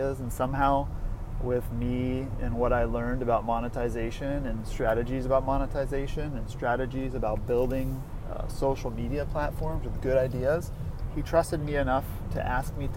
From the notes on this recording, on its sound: making a podcast in the car